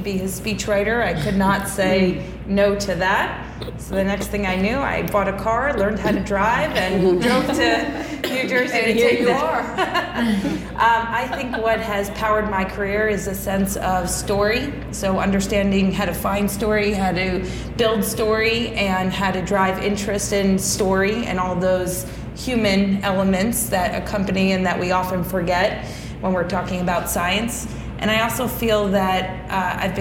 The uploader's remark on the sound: This episode features full audio from the event and a distillation of the wisdom and key insights from all of our guests.